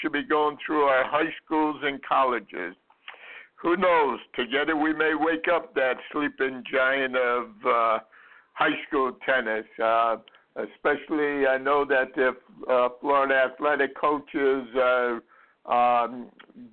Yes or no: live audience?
no